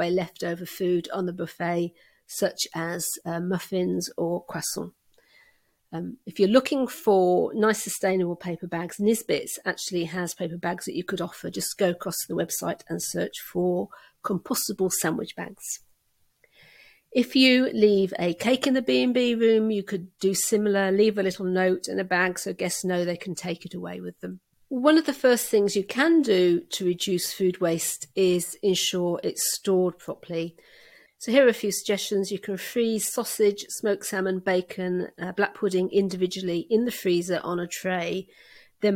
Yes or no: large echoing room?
no